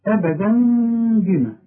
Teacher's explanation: هتقلب التنوين إلى مين وتخفيه وتغنه · Term: إقلاب